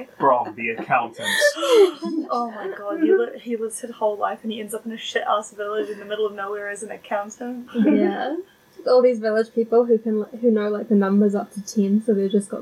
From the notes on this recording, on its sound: Sorry this episode is so quiet, we had major technical difficulties.